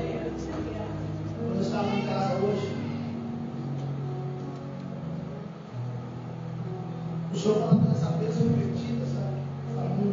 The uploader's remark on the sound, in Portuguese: Culto da Família. Gravação ficou em som ambiente.